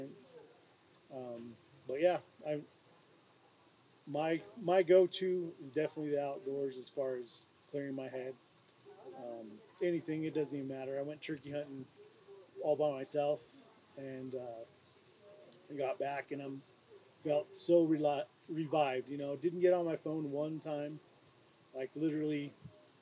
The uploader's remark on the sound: Live from Mountain Archery Fest in the Bow Hitch booth